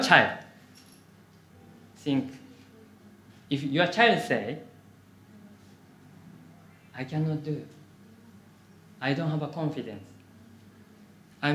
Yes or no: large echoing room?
yes